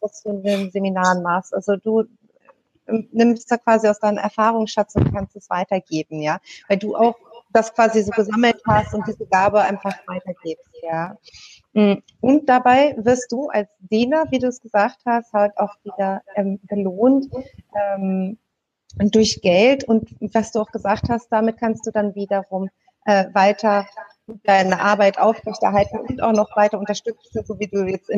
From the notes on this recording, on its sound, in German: Webinar-Mitschnitt